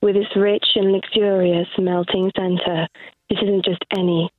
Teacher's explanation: you go a little bit deeper, a little bit slower, and you're a bit breathy.